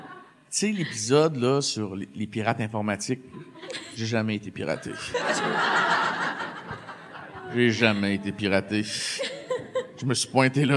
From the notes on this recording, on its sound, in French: Le moment est enfin venu de vous présenter notre premier épisode devant public.